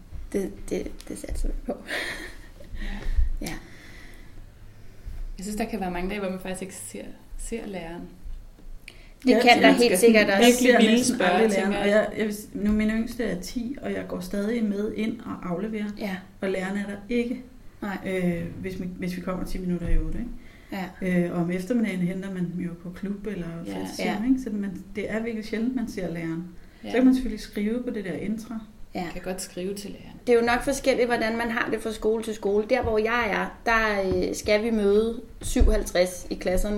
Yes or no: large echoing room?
no